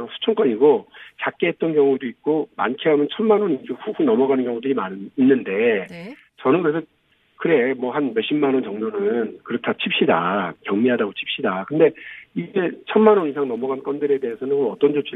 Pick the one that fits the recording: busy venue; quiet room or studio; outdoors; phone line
phone line